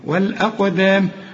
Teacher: والأقدام برضو خطأ، والأ والآ، أنا قلت لك زي ما تقول إيه والآن، هنقول والآ، وبعدين القاف فقط هي المفخمة، والأقدام، وقلقل ما تنساش القاف · Term: القلقلة